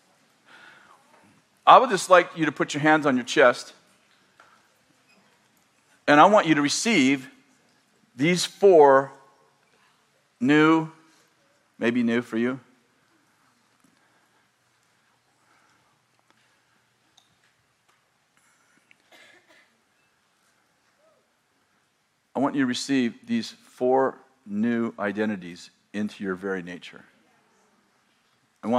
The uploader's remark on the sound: In this sermon from March 2020, at Bethel Church in Redding, CA